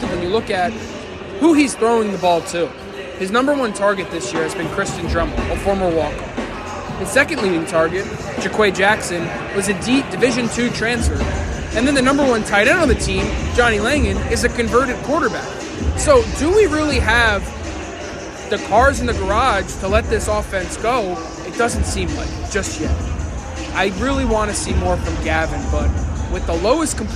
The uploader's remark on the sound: Live from Jersey Mike'a Arena. Live from Jersey Mike's Arena ahead of Rutgers victory over Georgetown.